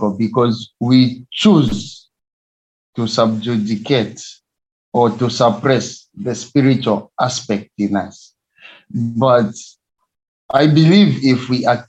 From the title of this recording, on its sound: Youth zoom meeting